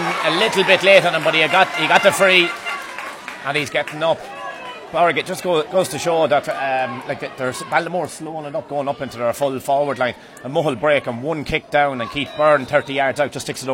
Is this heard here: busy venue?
yes